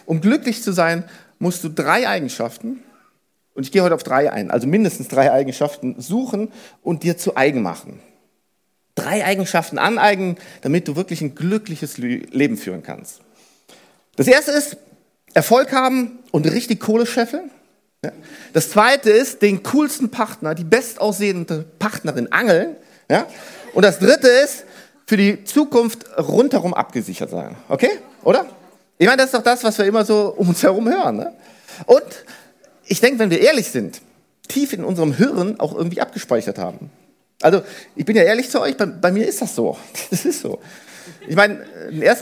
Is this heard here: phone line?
no